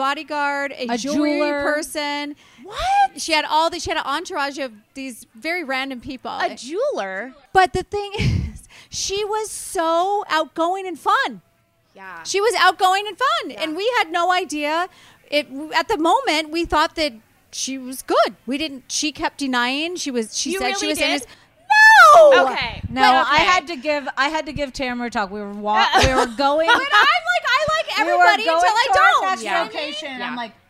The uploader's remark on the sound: live from BravoCon